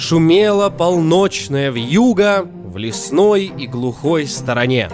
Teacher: Амфибрахий тоже трехсложный размер. Каждые три слога идут в последовательности безударный, ударный, безударный.